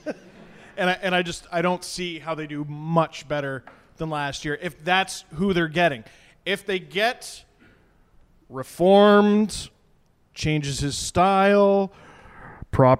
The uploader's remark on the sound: We're live from Bright Lights in Toronto with Lord Simcoe Brewing! Q&A with the crowd!